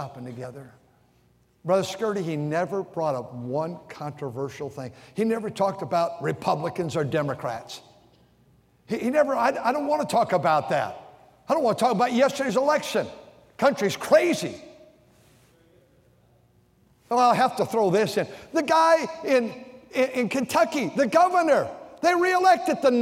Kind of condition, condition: setting, large echoing room